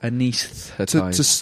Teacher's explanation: To slide from s to th.